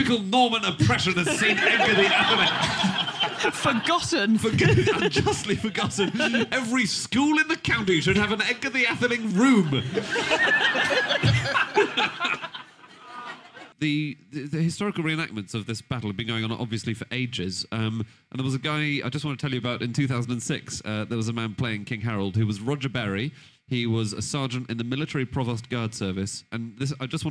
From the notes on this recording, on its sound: Live from Up The Creek in Greenwich